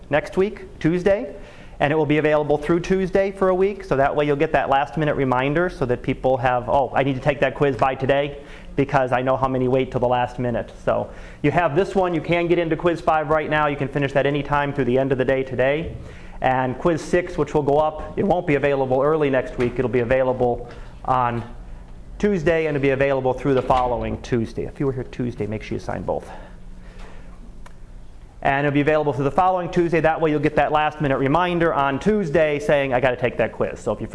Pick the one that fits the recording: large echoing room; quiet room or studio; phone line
large echoing room